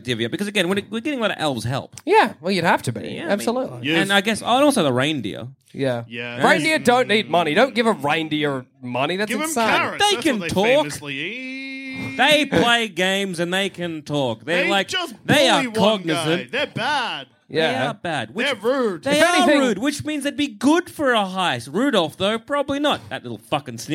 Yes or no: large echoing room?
no